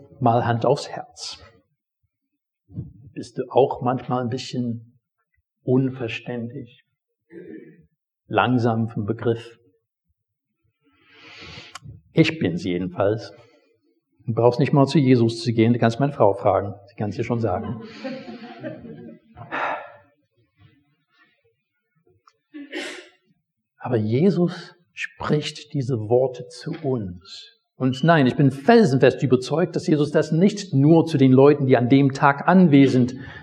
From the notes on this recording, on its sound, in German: Predigt aus dem Gottesdienst.